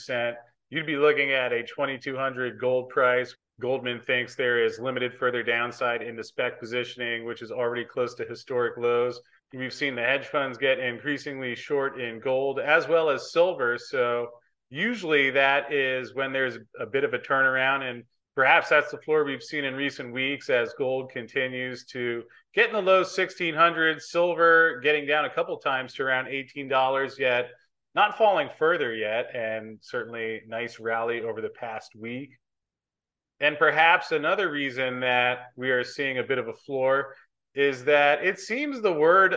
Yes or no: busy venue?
no